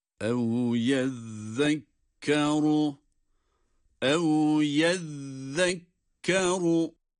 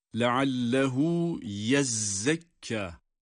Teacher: Yezzekkeru kelimesindeki zal harfidir. Dolayısıyla peltek okunmaktadır. · Shown in: first take